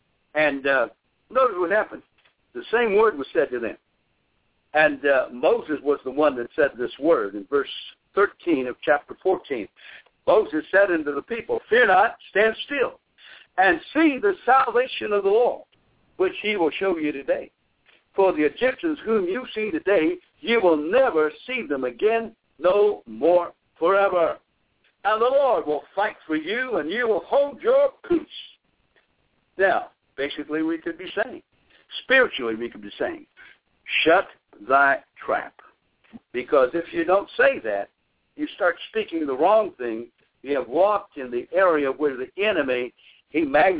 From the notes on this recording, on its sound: Bible Study via conference call